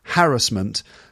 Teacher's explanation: it should be apparently pronounced with emphasis on the first syllable